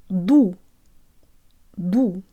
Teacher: Make sure your lips are actually sticking out way further than they normally are, so you get a real Russian U.